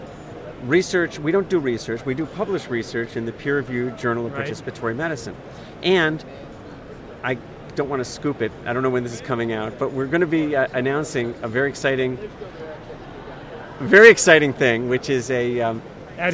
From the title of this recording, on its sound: LIVE from #HiMSS17